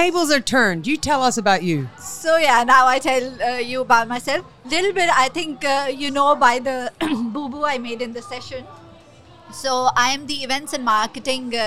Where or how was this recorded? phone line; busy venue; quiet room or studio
busy venue